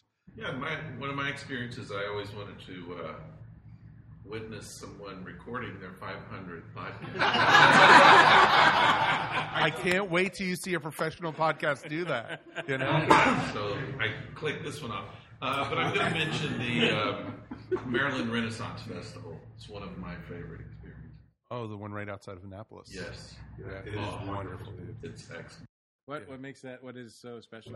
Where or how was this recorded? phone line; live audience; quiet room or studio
live audience